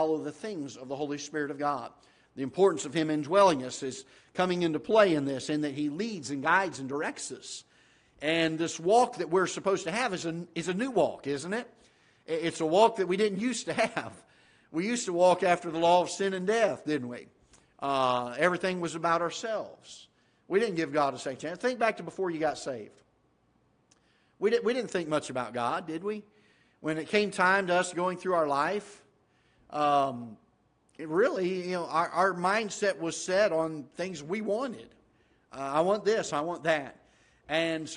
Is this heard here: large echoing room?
yes